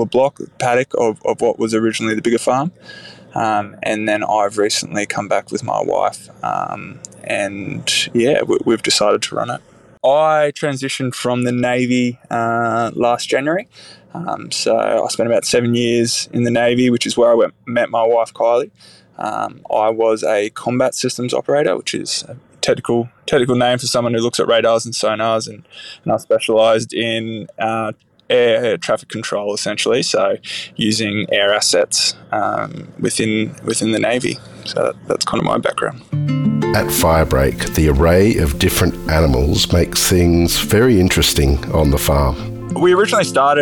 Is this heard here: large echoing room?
no